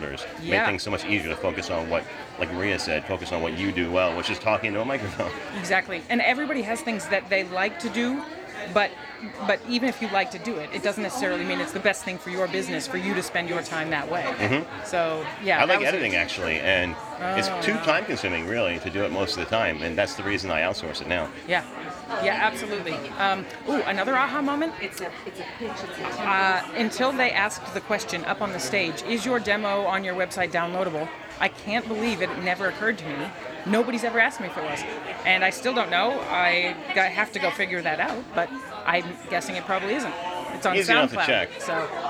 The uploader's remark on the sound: Live from VOcation NYC 2019, a conference devoted totally to the BUSINESS of voice over. We'll be presenting interviews and live sound directly from the show floor.